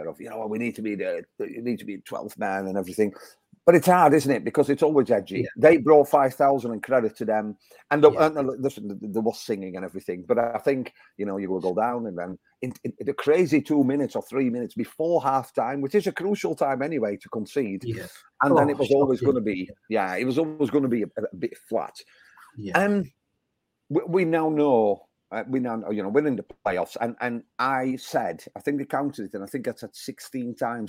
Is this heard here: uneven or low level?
no